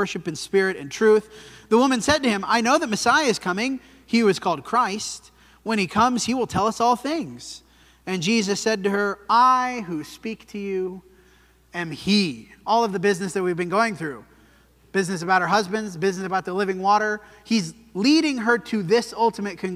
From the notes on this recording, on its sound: This sermon was preached at the Dewey Church of Christ on November 5, 2023.